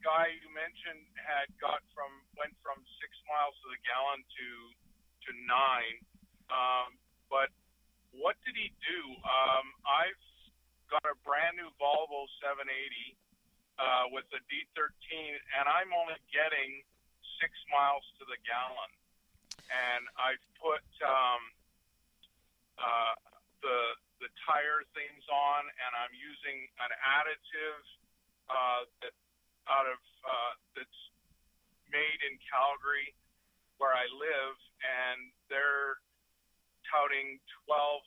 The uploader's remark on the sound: Questions from the AudioRoad. Call in Question and Answer Show.